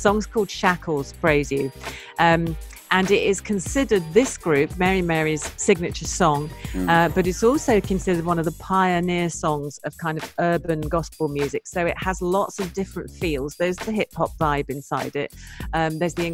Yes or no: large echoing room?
no